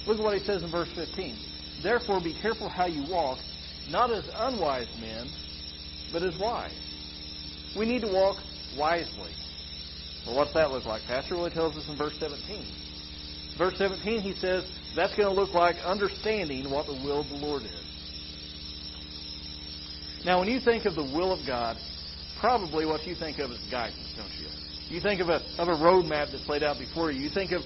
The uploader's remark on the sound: Sorry for the audio quality again. We are working to isolate and correct the issue.